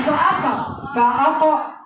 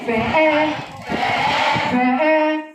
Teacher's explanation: وما تخليش تفخيم القاف يدخل على الهمزه المرققه · Shown in: second take